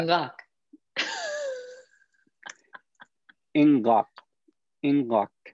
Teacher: Plain voiceless stops voice after nasals.